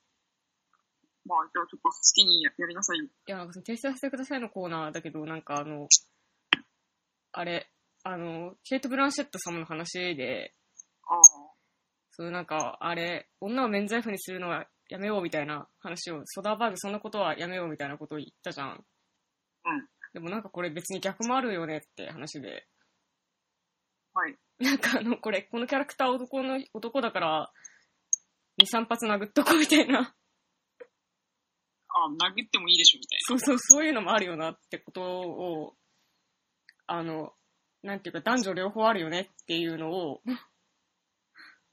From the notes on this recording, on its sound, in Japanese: 今回輪をかけて聞き取りづらいです、スカイプ収録のため。僕の声量の問題かも！